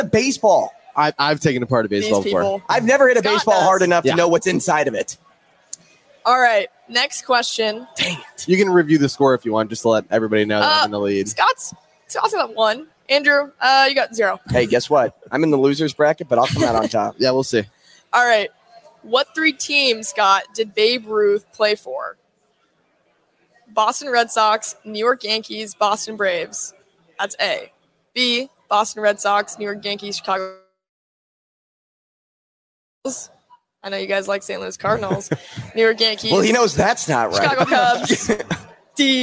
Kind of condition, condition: setting, busy venue